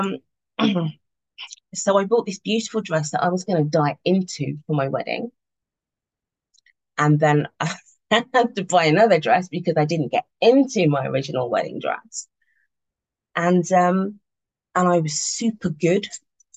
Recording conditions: video call